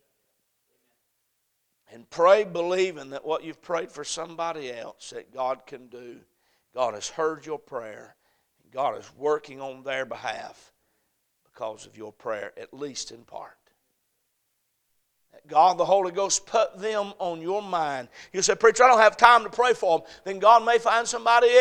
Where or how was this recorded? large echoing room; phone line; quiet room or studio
large echoing room